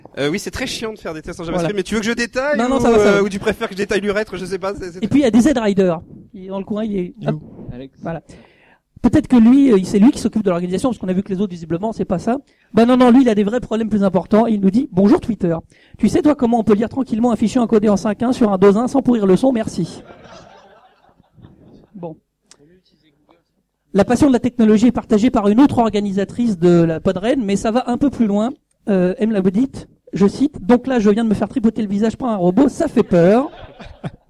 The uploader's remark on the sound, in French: Cet épisode a été réalisé en direct de PodRennes, rencontre entre et avec tout plein de podcasteurs.